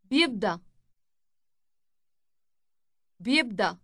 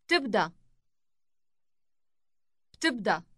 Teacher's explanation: Notice how the Y sound changes to a T sound.